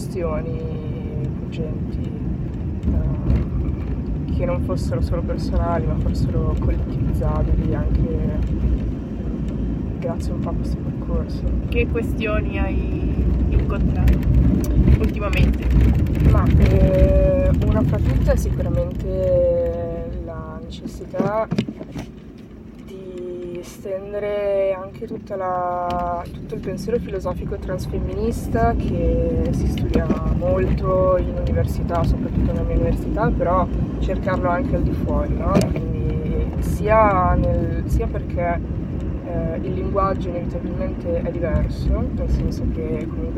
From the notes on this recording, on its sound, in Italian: Trentunesimo podcast registrato in viaggio. All'interno della sua fedele macchina, casualmente concluso all'Osservatorio Astrofisico di Torino.